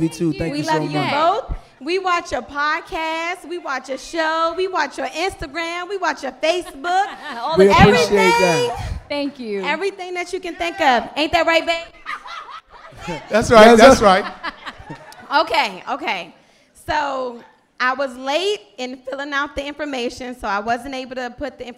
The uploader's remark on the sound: Live from DC! Live at the Howard Theatre in DC.